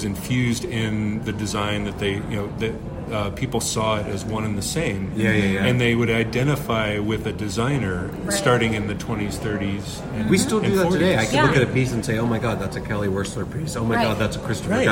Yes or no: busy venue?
yes